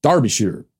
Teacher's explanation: the name of this county is pronounced Derbyshire, with the emphasis on the first syllable